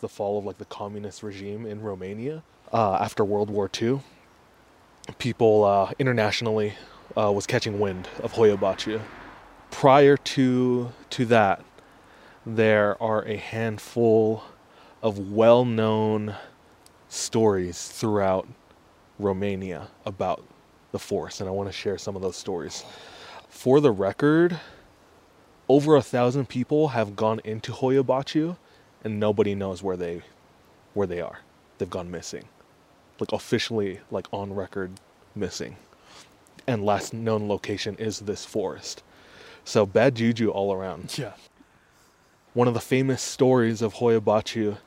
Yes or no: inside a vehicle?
yes